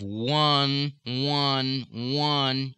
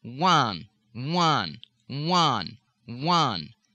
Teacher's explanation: a pumping down of the back of the tongue and an awareness of a secondary point of vibration just below the soft palate · Shown in: second take · right at the point where the tongue pumps down.